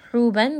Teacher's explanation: ha is going to be from the middle of the throat. You are going to have a little bit of constriction and a little bit of warm air because of this letter ha coming from the middle of the throat.